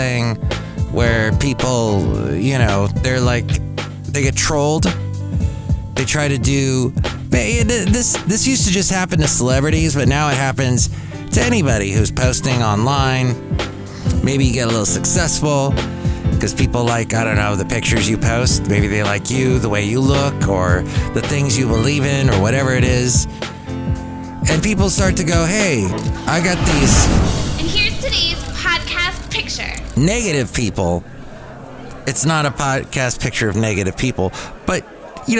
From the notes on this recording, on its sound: podcasts live from Cafe Anyway